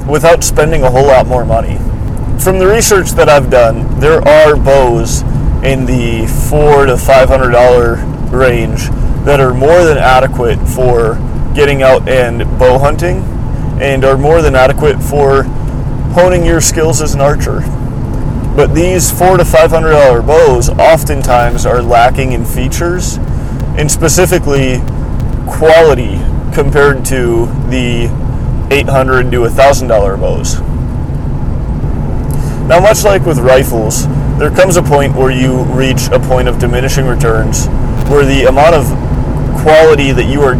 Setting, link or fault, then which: setting, inside a vehicle